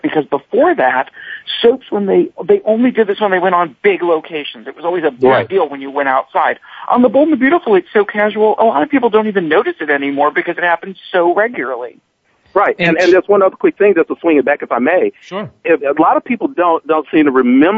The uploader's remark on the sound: Soap Central Live is, as the name implies, broadcast live every week. Opens the phone lines to fans.